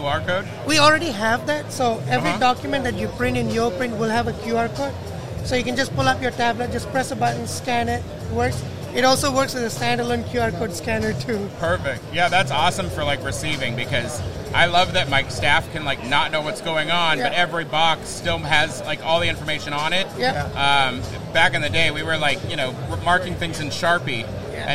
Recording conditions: busy venue